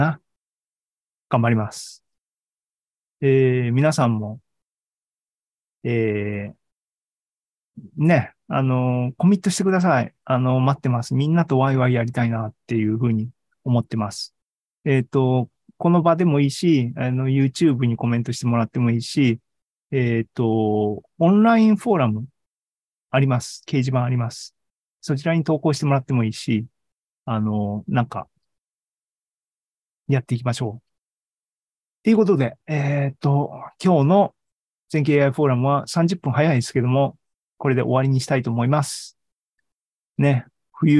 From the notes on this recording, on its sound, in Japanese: ２０２３年１月２５日に開催した ZOOMライブの模様です